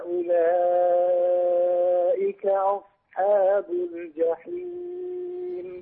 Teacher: لما قلت أصحاب فرققت الهمزة انتقلت إلى صاد مفخمة عدت إلى حاء مرققة · Term: تخليص المفخم من المرقق